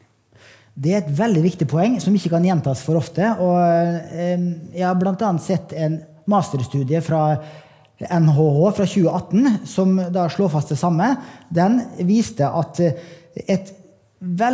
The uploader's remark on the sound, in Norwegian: Live på Oslo Event Hub. Dette lydsporet er hentet fra #pengepodden LIVE, som fant sted på Oslo Event Hub.